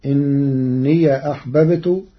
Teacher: قرأ ورش كلمة إني بفتح ياء الإضافة، فتصير إني أحببت والفتح والإسكان في لغة العرب.